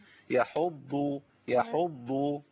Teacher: احنا عايزين نبين الضاد، الضاد مفخمه مطبقه مستعليه، حرف فيه صفات كده كلها قوه يعني.